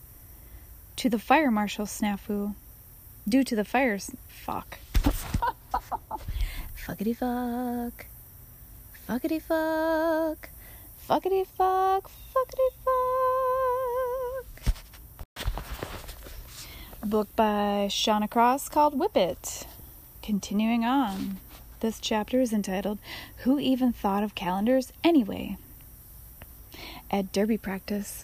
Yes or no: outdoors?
yes